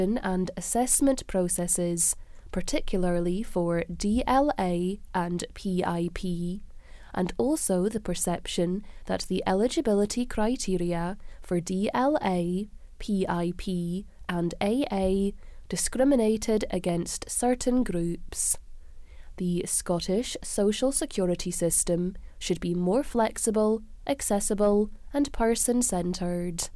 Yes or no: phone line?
no